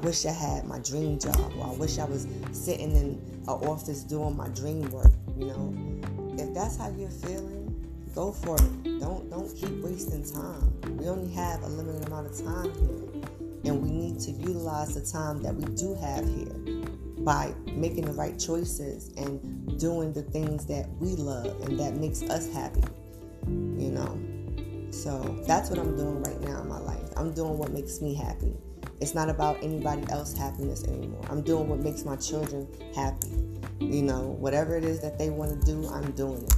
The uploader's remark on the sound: there are two different background sounds couldn't change it before uploading sorry